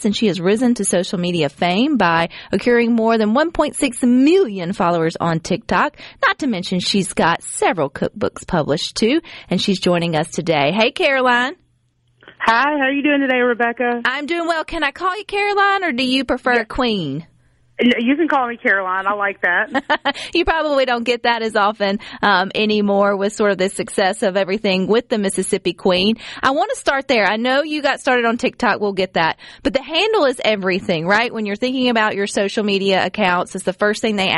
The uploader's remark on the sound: joins the conversation by phone